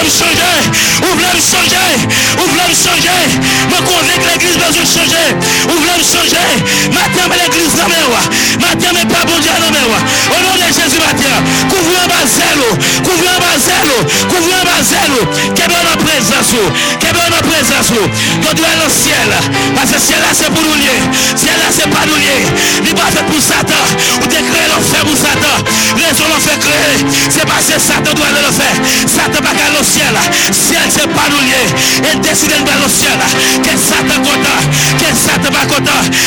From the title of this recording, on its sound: Sunday Service Live